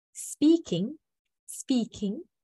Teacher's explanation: now it has uh, two syllables, and the first stress is on the first syllable